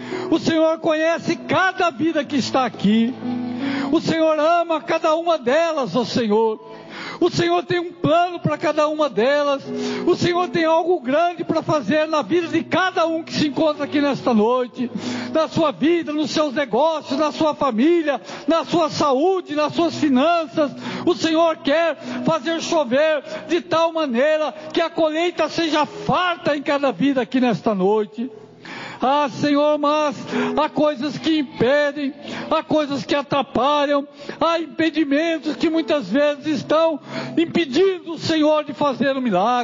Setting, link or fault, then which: setting, large echoing room